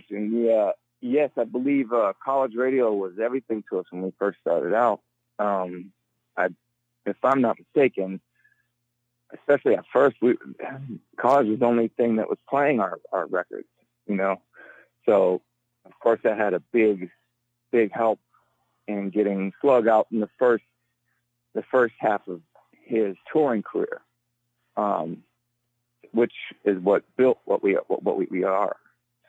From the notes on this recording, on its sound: phone interview